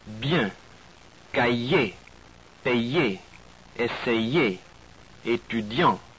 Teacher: We have a sound of I before a vowel, I or Y before another vowel in the same word, and it becomes like a Y